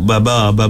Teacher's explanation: Tapi di situ di segi kalau kita tengok huruf ba ni bukan huruf yang berat, huruf yang ringan huruf ba ni. Huruf ba ni dia makhrajnya di bibir ni. Dia main di bibir ni dia bukan main ke dalam tu. Jadi dia walaupun di bibir dia kita nak sebut ba tu dia sebut baba.